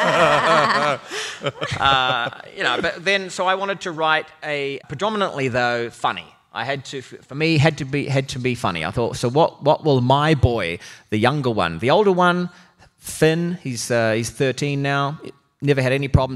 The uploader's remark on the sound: Armchair Expert Live from San Antonio at the Dad 2.0 Conference.